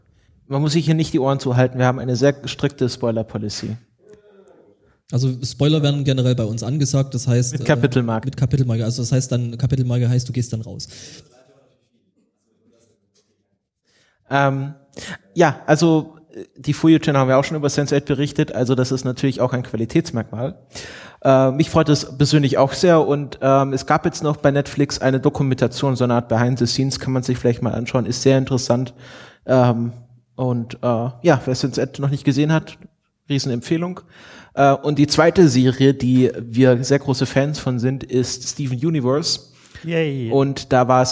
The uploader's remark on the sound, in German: Wir haben eine Folge auf dem Podstock 2015 aufgezeichnet. Vor Publikum und mit einigen Gäst*innen.